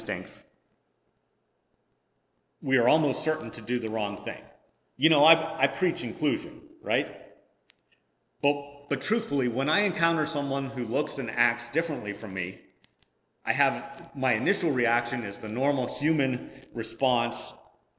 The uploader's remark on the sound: Preached at First Presbyterian Church of Rolla.